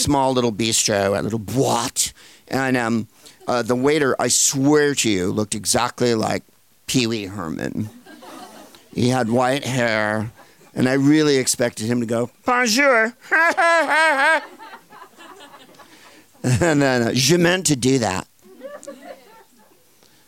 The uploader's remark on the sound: Live from Shakespeare and Company in Paris